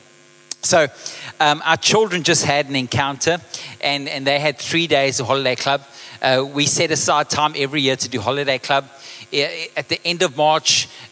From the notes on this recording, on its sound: Recorded live on Sunday 9th July the 2023